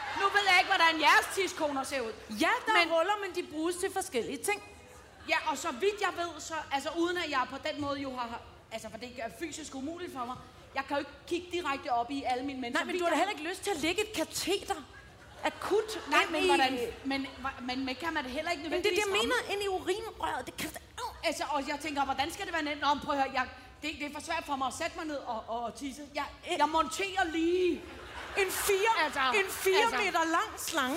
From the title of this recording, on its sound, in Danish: Live fra Skanderborg!